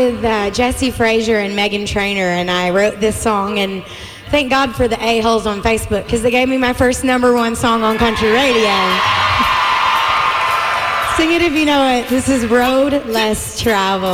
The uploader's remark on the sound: LIVE AT THE Y100 BUD LIGHT 8 MAN JAM